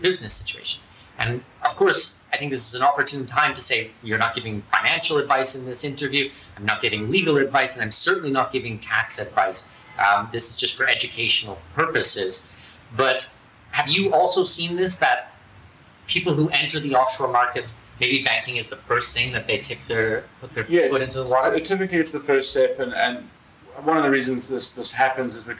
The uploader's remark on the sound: This is a first for us and we’re learning the ropes for audio and video. Came to my office here in downtown Panama and we recorded live video and then made an audio recording for our podcast. You will notice the sound is a little different.